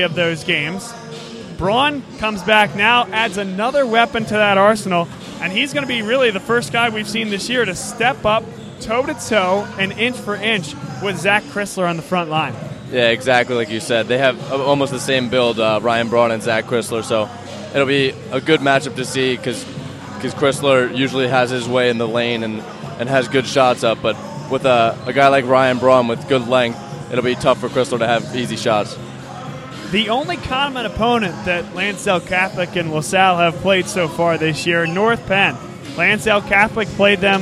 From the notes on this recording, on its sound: live from Lansdale Catholic